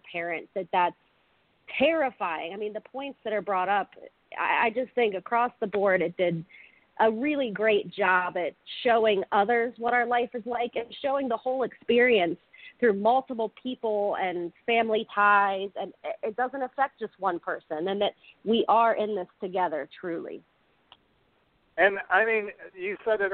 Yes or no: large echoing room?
no